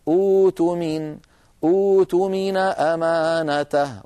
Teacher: لما نصل إلى ائتمن تعارضنا القاعدة اللغوية التي شرحتها منذ قليل، فنضطر أن نحول الهمزة الساكنة أ إلى واو